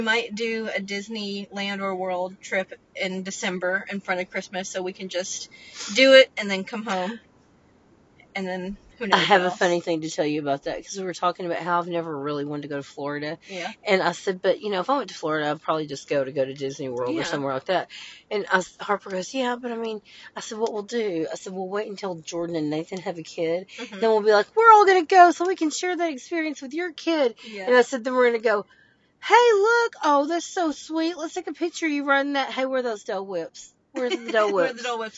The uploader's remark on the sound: Join us for a special bonus episode in the car!